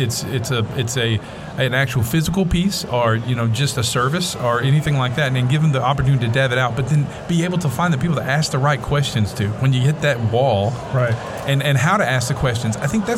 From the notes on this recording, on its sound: The guys are coming to you live from the Arkansas Department of Educations Summit 2019 in Hot Springs, Arkansas.